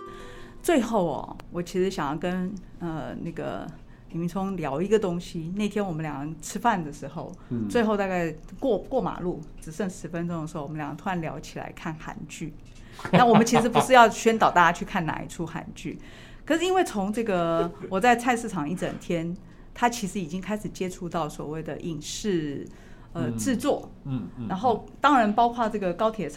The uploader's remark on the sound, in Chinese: 本集節目在「Sidoli Radio小島裡」現場錄製，並共同播出。